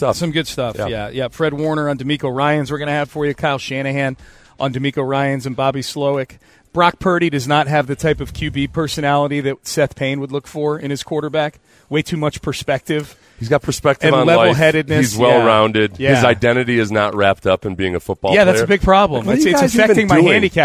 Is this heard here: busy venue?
yes